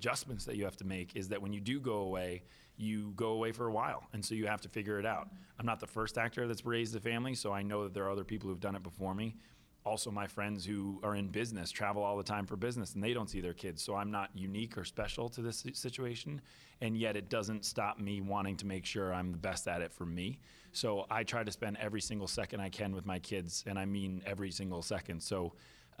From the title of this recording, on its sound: at The Hollars Press Conference